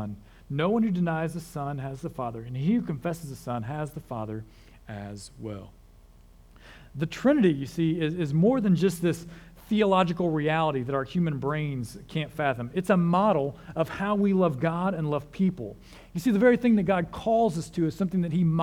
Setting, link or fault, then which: setting, large echoing room